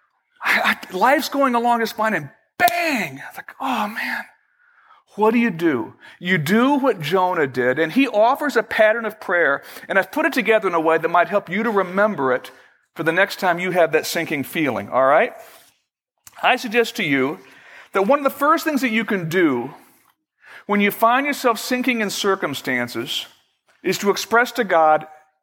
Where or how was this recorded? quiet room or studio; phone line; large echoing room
large echoing room